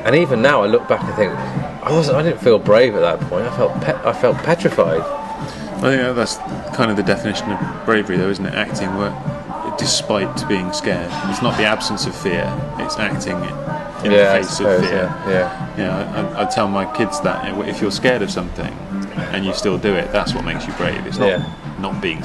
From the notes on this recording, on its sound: From The Tavern, Cheltenham, UK. Return for a pint at the pub where it all started two years ago.